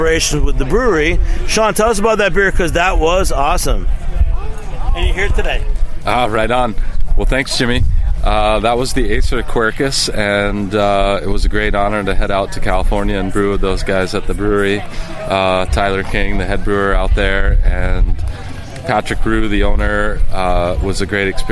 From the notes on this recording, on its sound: Beer Sessions Radio at Brewery Ommegang’s Belgium Comes to Cooperstown beer festival